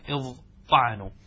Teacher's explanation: إذن نقول اضطعنوا، وقعت التاء بعد الضاء، ضاء من حروف الإطباق فنقلب التاء إلى طاء فتصبح اضطعنوا